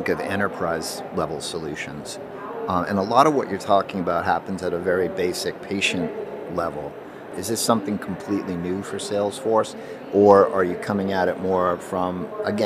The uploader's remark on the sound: Live from the floor of the HLTH conference.